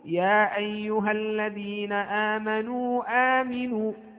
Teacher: الوجه الأول هو القصر، يعني أن تأتي بالمد المنفصل وتعطيه حركتين، ثم التوسط فتأتي بالمد المنفصل وتعطيه أربعة حركات، ثم عندنا فويقة المتوسط أو فويقة الوسط، ومن الممكن أن تسميه إشباعا وهو أن تعطي المد المنفصل خمسة حركات.